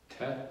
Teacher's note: it's just a T sound and the short epsilon.